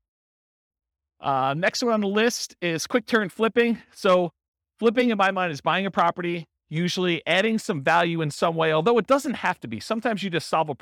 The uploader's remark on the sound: This was a live class recorded.